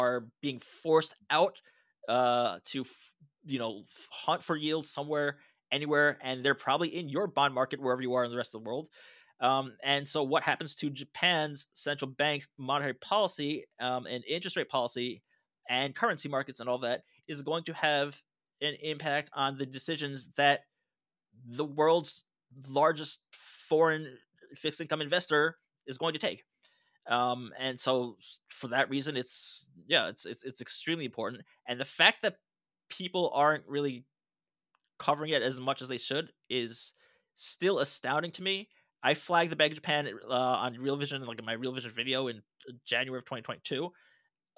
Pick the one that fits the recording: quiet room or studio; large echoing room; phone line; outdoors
quiet room or studio